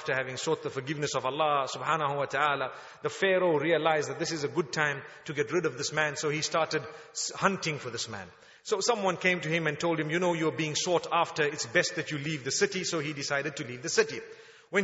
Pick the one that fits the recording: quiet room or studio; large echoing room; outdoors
large echoing room